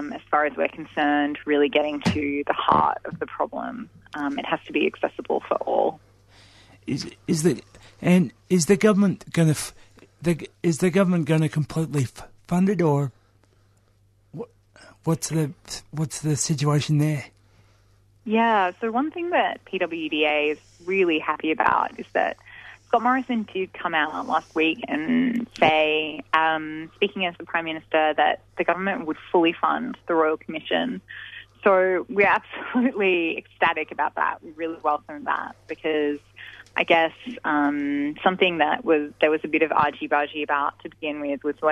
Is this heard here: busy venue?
no